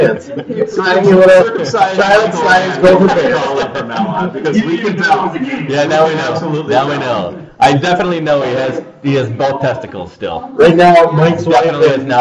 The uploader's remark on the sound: Because of the noise, and the echoes. Live via satellite...